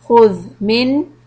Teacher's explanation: when you have the letter ذَال with the sukoon, make sure you don't bounce it. So hold the sound a little long.